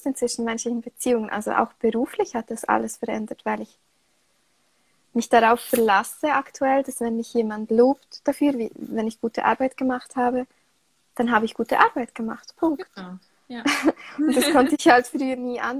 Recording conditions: video call